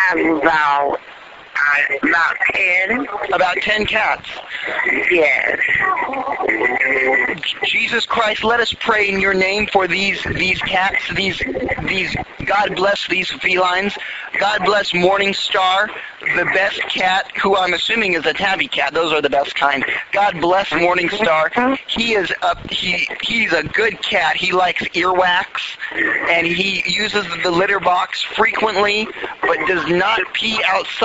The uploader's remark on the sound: RBCP's Personal Prank Phone Calls Collection